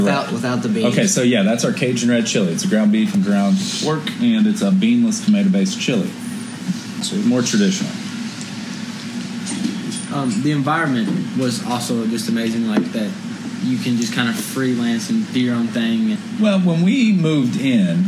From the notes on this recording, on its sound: hit the streets of Lexington, Kentucky to hit up a local Cajun restaurant, Bourbon n' Toulouse.